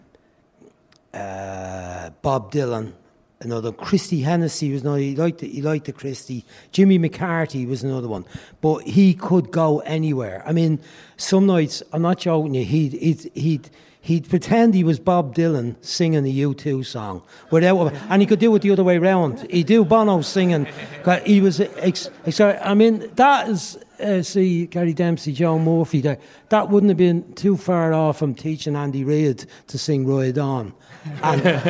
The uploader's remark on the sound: live in Liberty Hall Theatre